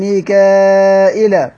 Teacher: زاد همزة مكسورة بين الألف واللام